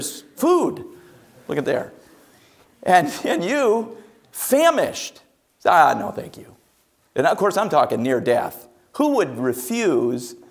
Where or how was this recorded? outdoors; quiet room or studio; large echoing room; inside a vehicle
large echoing room